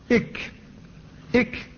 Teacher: كذلك أصل اللسان فيه مخرج آخر وهو للكاف، ولكنها أسفل من مخرج القاف · Term: الكاف